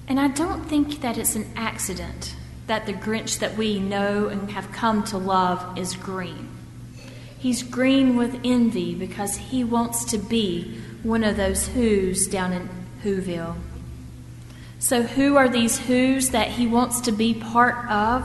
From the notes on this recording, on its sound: at First Presbyterian Church of Arlington Heights, Illinois, on Sunday, December 28, 2014.